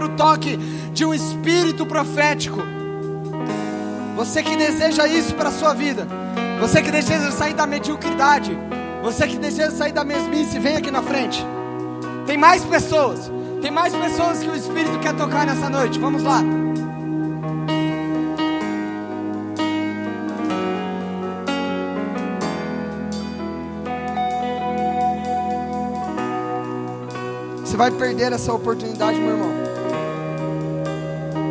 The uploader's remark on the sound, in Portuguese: Palavra gravada no Conferência Apostólica da OBPC Pinheirinho